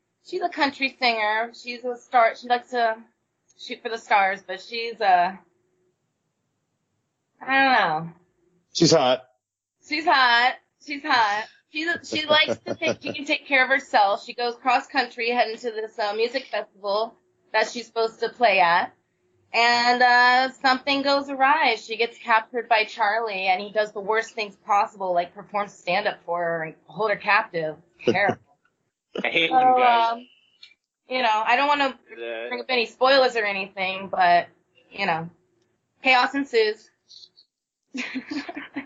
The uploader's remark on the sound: Unfortunately there were some audio issues that we were able to work around.